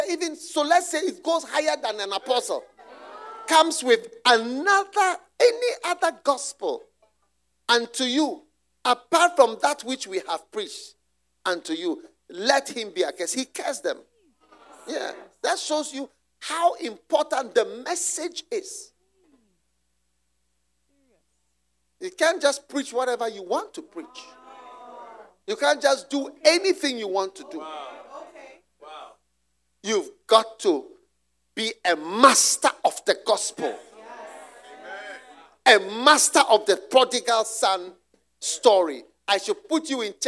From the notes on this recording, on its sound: Preached at the Use It or Lose It Camp, USA.